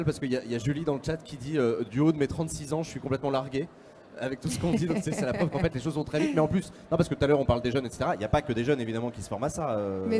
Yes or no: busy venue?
yes